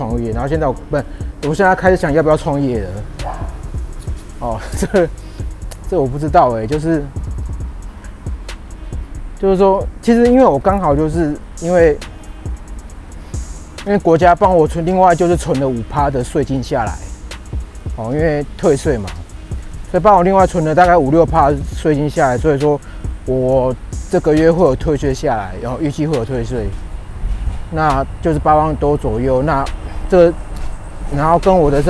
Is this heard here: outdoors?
yes